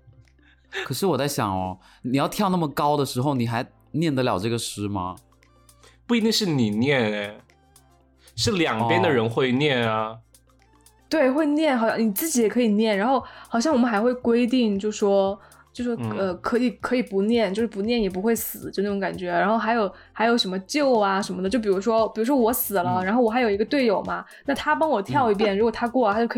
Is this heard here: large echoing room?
no